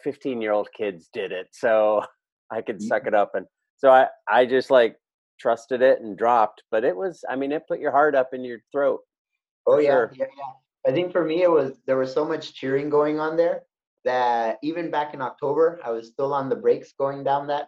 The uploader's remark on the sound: I caught up with the three of them via zoom